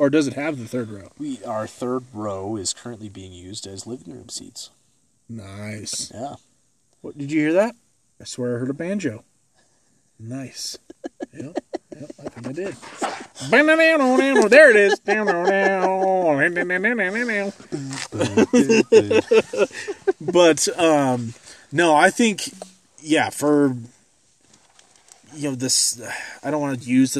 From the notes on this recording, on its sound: We record live on top of a mountain overlooking Estes Park.